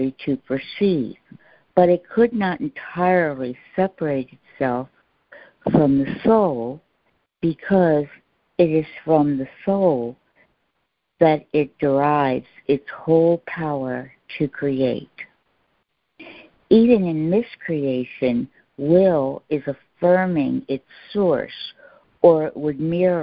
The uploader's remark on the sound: ACIM Daily Conference Call